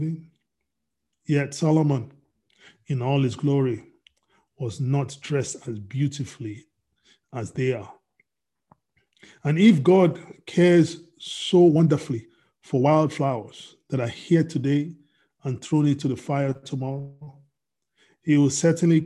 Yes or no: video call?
yes